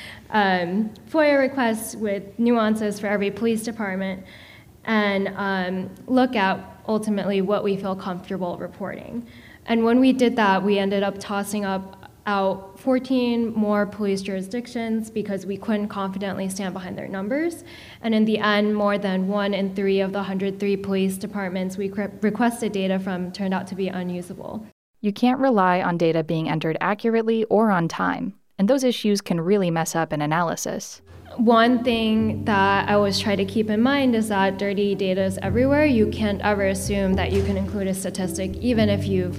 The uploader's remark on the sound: we’re sharing audio from the 2019 CAR Conference